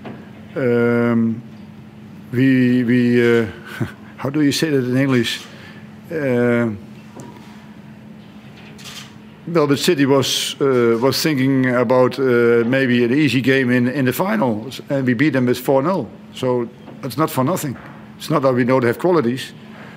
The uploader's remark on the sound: Post-Match Press Conference.